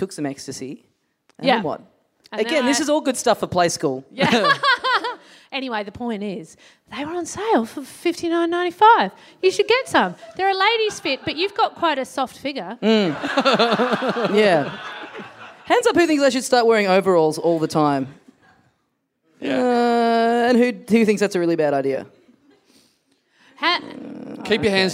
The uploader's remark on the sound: Recorded LIVE at The Producer's Bar in Adelaide.